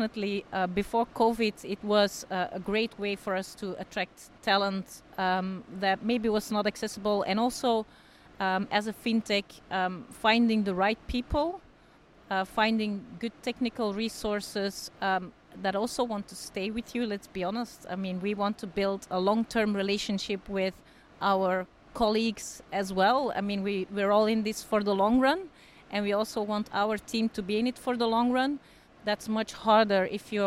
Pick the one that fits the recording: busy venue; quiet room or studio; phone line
busy venue